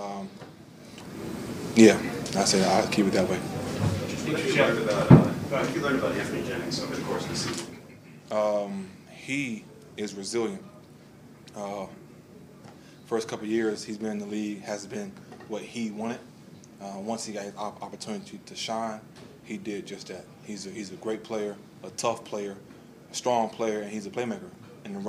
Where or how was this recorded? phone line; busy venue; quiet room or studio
busy venue